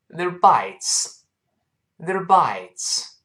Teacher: 所以 they 变成 the，the，the， are 变成 er，er，er，都变成 er